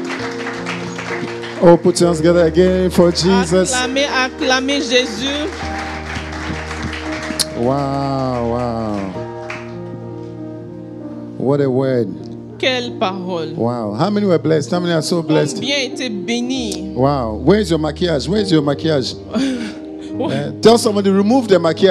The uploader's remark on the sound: Preached during Joyful Hour Sunday Service